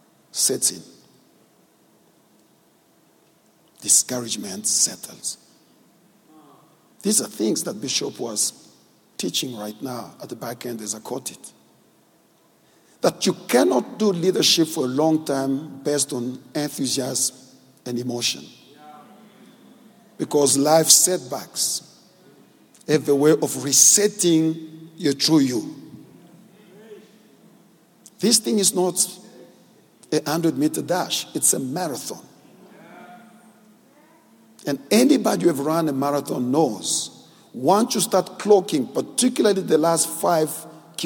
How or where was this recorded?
large echoing room